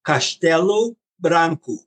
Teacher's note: O is pronounced as a U. · you make a SH sound in the first word.